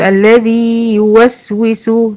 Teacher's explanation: لما أجي أقف على الذي مد طبيعي حركتين، لكن أقول الذي يوسوس مد نوع هنا مد تمكين، مكنت الياء الأولى بمقدار حركتين حتى لا تضغم في الياء الثانية